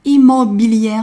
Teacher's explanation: b 是一个浊音，需要用声带去震动 · IPA: [imɔbiljɛr]